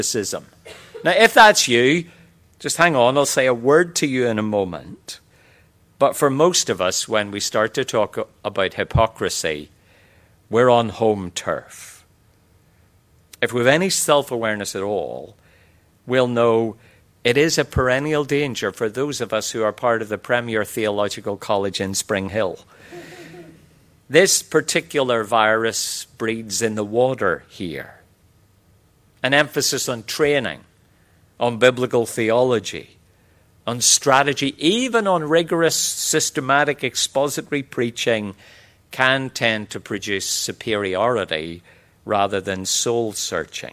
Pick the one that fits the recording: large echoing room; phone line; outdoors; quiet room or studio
large echoing room